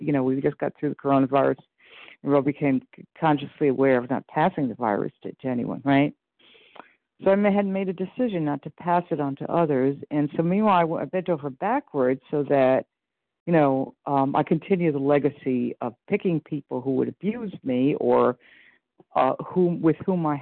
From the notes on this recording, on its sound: 100 Pounders Phone Meeting, 3/26/23